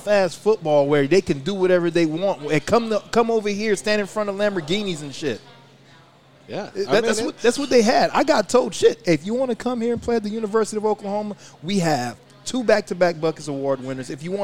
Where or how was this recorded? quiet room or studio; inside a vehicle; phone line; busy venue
busy venue